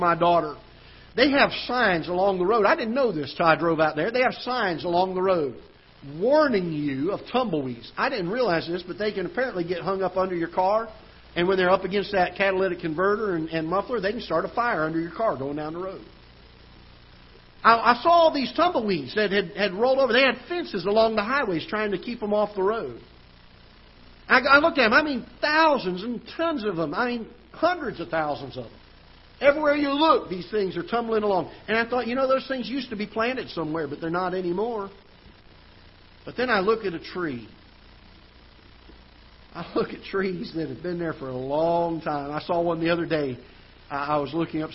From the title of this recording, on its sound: Ketha Heights Baptist Church ~ Live Broadcast